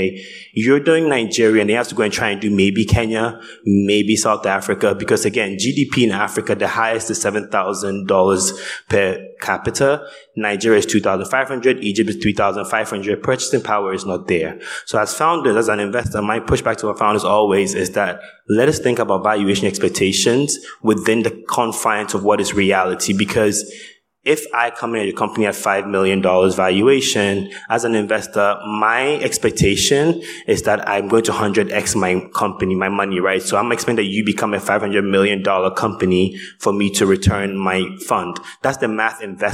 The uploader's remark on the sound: Was recorded live at the Africa Money & DeFi Summit - West Africa 2023, an Africa Tech Summit event.